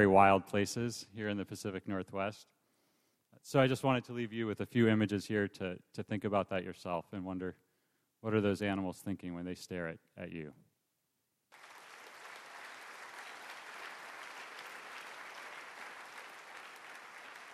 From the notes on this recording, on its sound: the uncut event Ampersand Live record at Town Hall Seattle